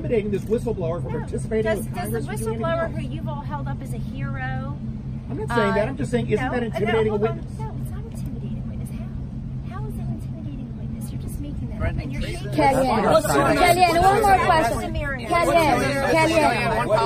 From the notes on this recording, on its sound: Press Conference at the White House.